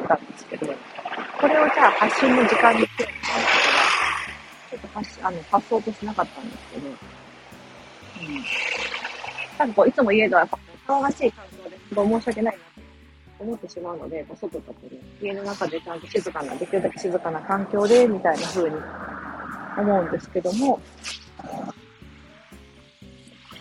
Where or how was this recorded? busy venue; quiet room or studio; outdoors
outdoors